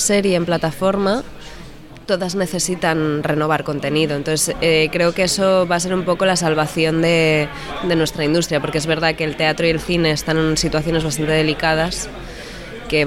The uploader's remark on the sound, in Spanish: charlaron con Kinótico en el Festival de Sitges 2020